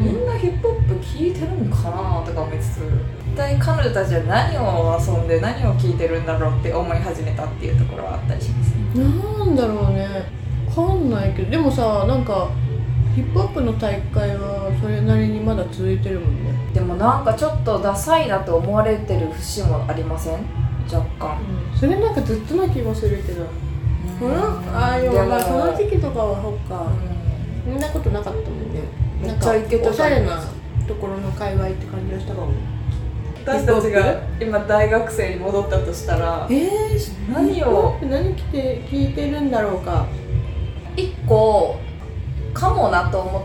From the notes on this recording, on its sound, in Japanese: 雑音すごくてすみません